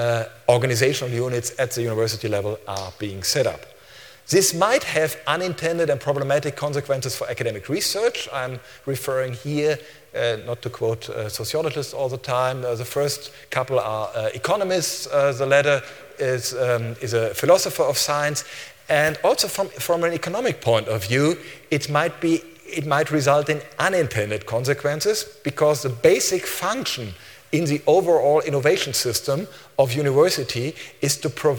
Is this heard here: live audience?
yes